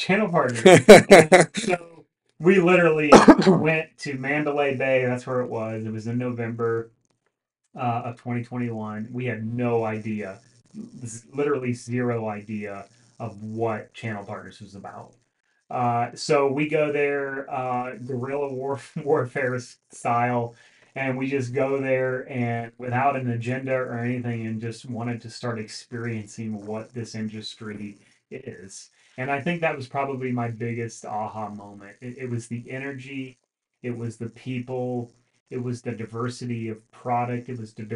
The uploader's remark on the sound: Pardon the bad mic issues!